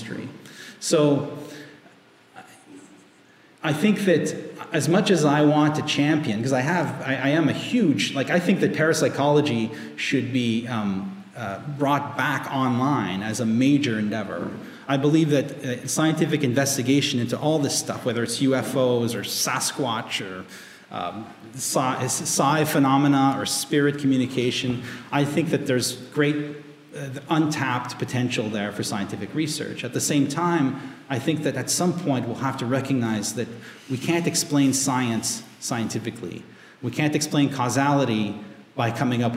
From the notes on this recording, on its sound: Live in Lily Dale. They also had the honour of launching the symposium with a live recording held on the evening of the July 27th.